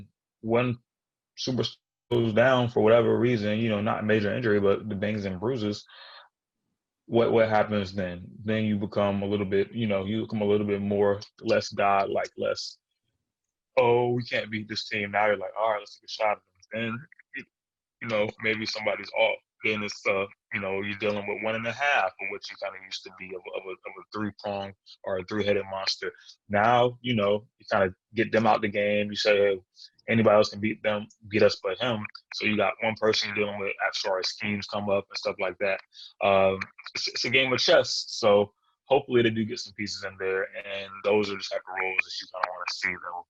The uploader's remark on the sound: The two record this podcast virtually!